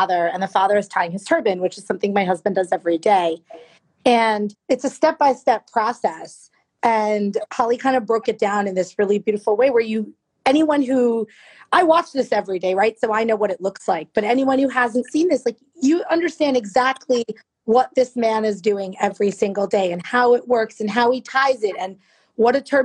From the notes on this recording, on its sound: over IG Live